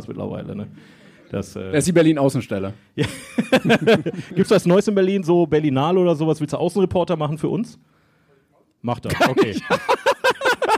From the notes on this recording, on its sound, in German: In einer ruhigen, deutschen Kleinstadt namens Bochum begab es sich, dass zwei wackere Filmfreunde ein bezauberndes Publikum erheiterten. Wir sind wieder zurück auf den Brettern, die die Welt bedeuten.